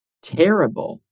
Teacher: Make sure you stress the first syllable. Terrible.